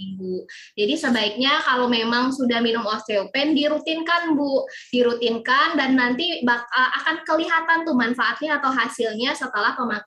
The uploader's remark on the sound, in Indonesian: Podcast ini adalah hasil rekaman dari Webinar "Diet Sembarangan Bisa Berbahaya" pada sesi Q&A.